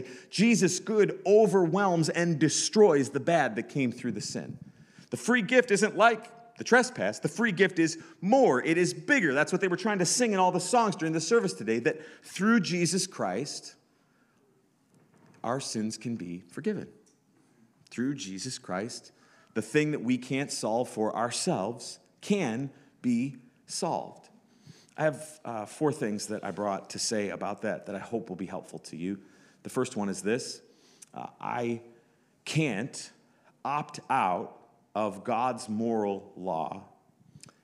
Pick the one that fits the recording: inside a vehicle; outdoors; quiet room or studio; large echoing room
large echoing room